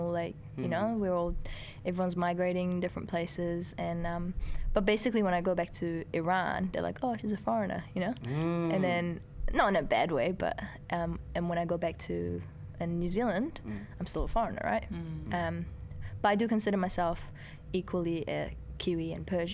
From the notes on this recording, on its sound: In Sydney for the first time. In conversation on the site of the 4Elements Hip Hop Festival in Bankstown.